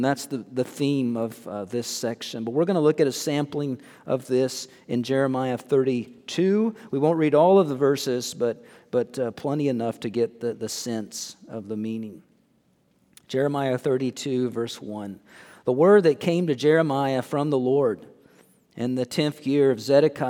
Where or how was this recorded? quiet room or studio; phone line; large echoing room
large echoing room